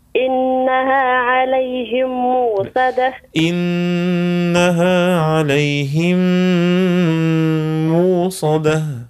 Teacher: قالون يقرأ موصدة مش مؤصدة